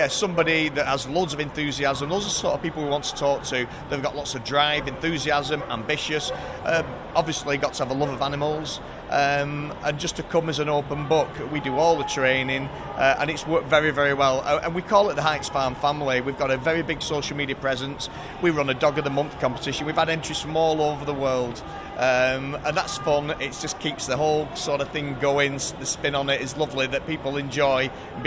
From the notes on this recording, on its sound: talks on Day 2 of Crufts 2018